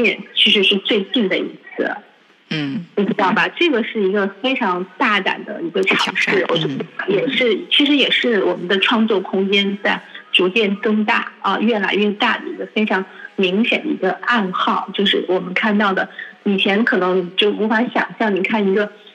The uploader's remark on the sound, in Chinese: 中国国际广播电台电话访谈